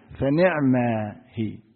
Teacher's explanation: بكسر النون وسكون العين فنعم هي